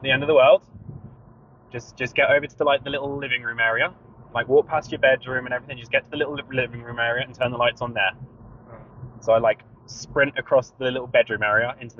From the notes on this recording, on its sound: random conversations while driving